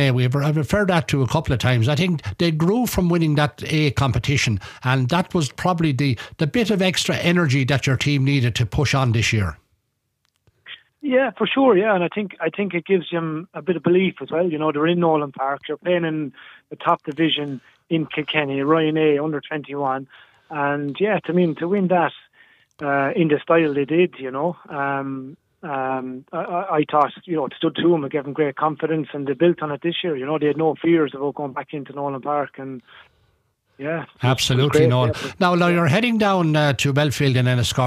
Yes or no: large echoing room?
no